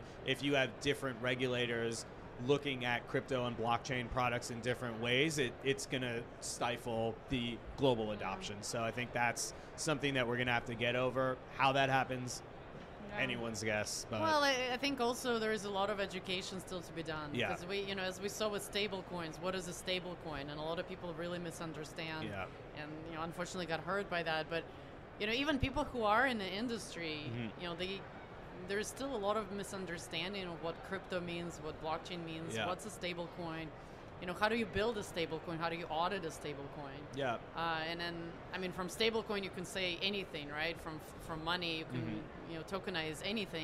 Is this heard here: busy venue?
yes